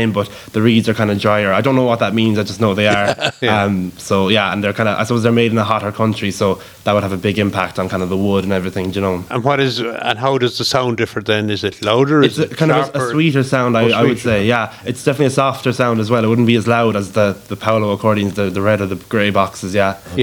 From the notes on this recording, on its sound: This Interview was originally broadcast as part of Saturday Chronicle. Broadcast live Bodyke Festival 2023.